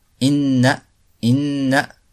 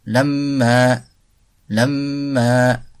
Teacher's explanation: Donc une partie du son sort du nez. · Term: la nasalisation